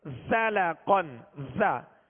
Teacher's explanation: زا کو سیٹی کی آواز میں سختی کے ساتھ ادا کریں گے، زلقن زا، تو زا کو سختی کے ساتھ پڑھیں گے.